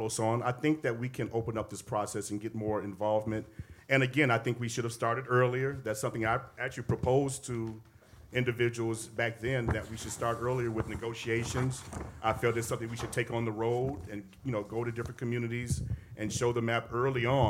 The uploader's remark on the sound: Live At The Hideout